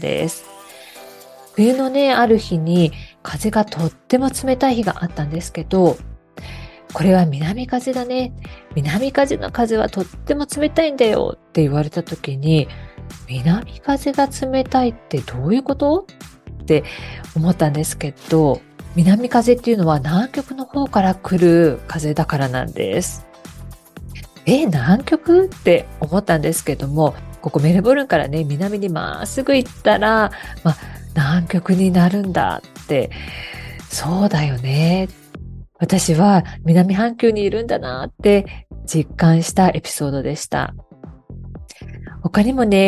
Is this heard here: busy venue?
no